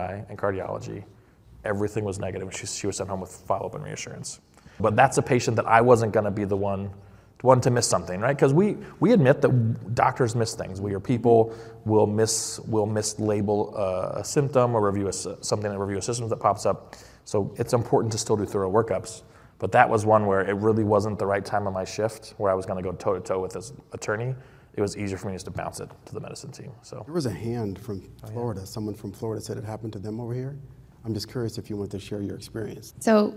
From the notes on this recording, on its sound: This episode was recorded in front of a LIVE audience at the ACOEP's Spring Seminar this past April in Arizona.